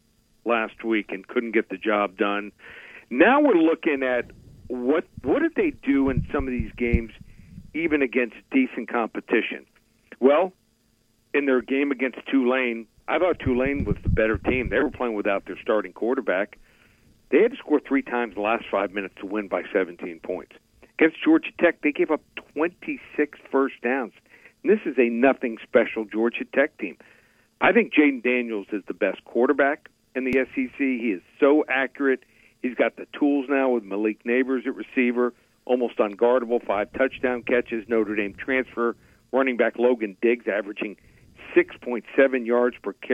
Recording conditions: phone line